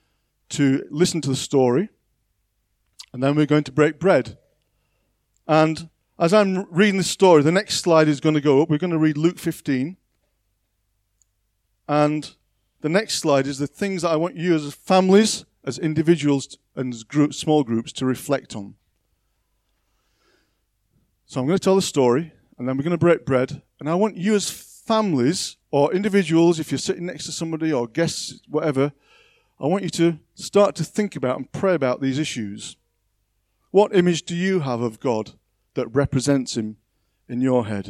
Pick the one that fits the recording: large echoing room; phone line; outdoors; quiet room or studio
large echoing room